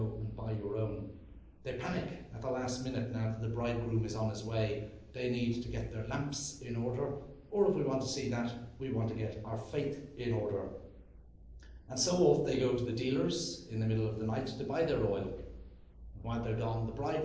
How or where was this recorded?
large echoing room